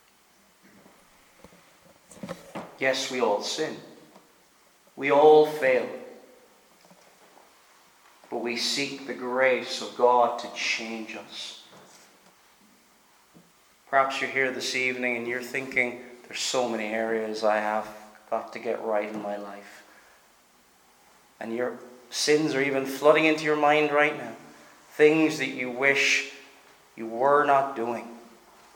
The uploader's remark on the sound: Preached at Stornoway Free Church -Continuing